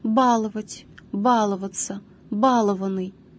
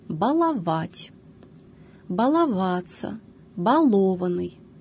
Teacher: эти формы, то есть формы с ударением на первом слоге, являются неправильными · Shown in: first take